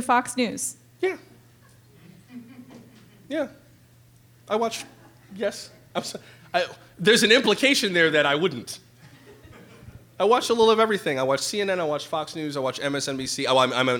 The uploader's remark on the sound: FULL TALK at Wing Luke Museum 2018. Spoke to a Seattle audience at Wing Luke Museum on September 28th.